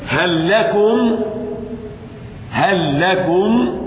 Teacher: أما هل فإنها تظهر عند جميع الأحرف إلا حرف اللام فتضغم للتماثل